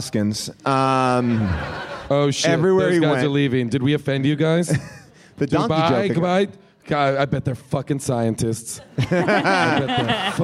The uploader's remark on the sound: LIVE at Bumbershoot! Plus, we hear what the gang was doing when the movie came out in theaters during our Q&A.